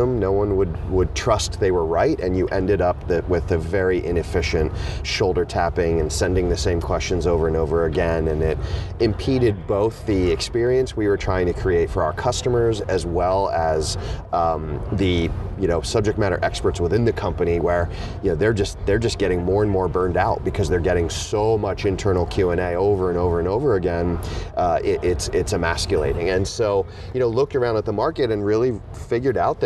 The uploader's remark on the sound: While at a Slack event so this one has the added bonus of being set to music.